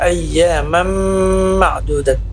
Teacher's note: Arti idgham bi gunnah pada kata ayyamam ma'dudat, fathatain bertemu dengan huruf mim, ini namanya idgham bi gunnah, masuk dengan dengung, panjangnya 4 harakat